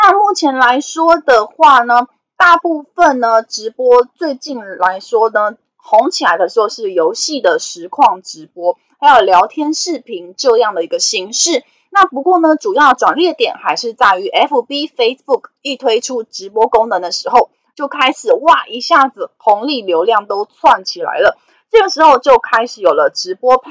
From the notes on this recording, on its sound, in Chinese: 本集有些許雜音，已亟力避免，如有察覺請多多包涵